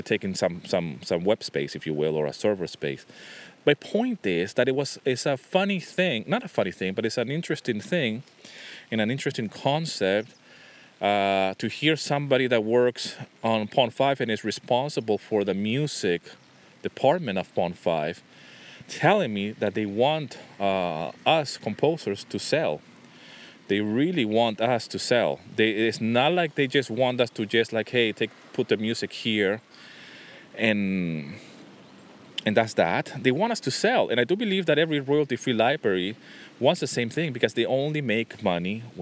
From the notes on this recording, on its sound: This episode was recorded on a rainy winter day by the beach in Nafplio, Greece.